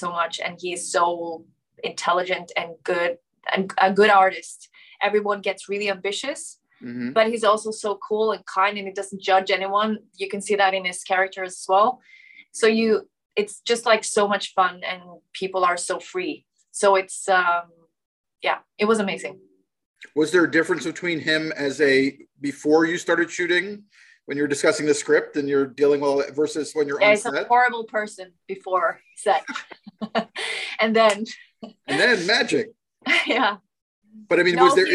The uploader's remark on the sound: Shot via Zoom, January 2022